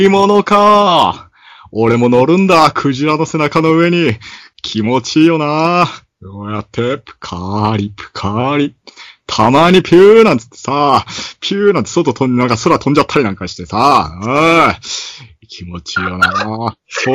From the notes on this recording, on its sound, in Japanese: Skype録音にて収録。